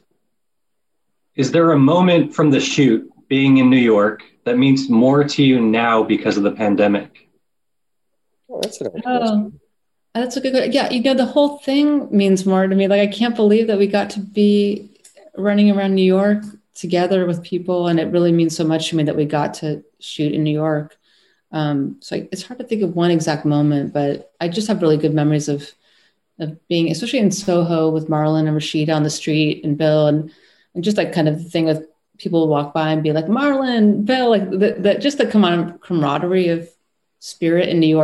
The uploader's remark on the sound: in a spoiler-filled virtual Q&A